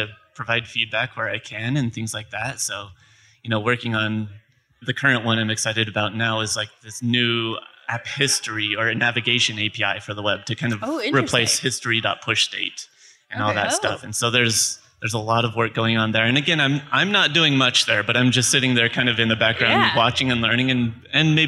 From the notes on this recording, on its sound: Live from Remix Conf! Live on-stage at the first-ever Remix Conf after-party!